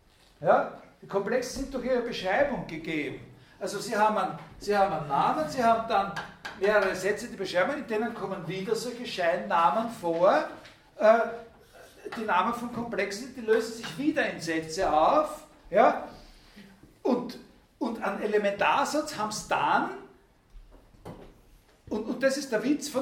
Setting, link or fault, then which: setting, large echoing room